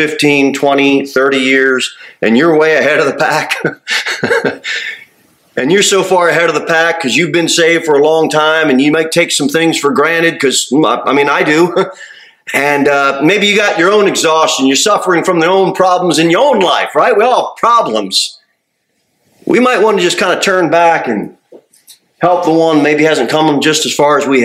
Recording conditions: large echoing room